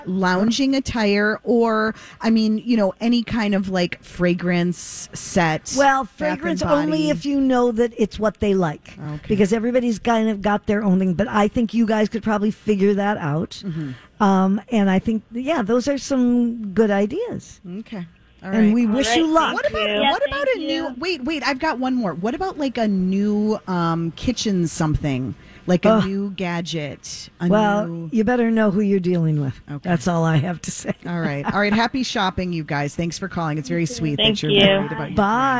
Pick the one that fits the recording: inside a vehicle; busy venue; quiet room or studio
busy venue